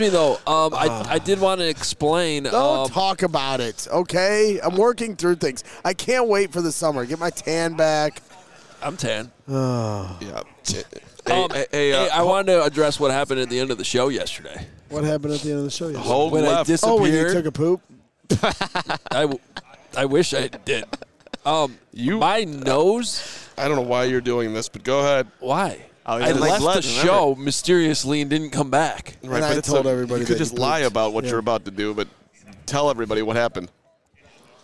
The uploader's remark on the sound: LIVE FROM THE NFL COMBINE